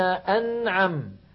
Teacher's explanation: أنعم النون بين الرخو والشديد من حروف البينية